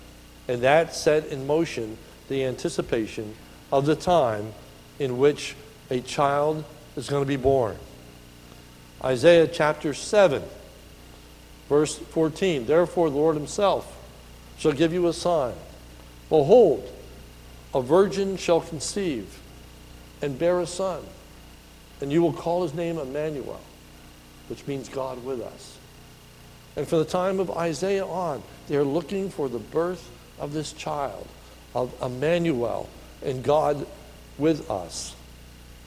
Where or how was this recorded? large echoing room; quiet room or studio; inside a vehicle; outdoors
large echoing room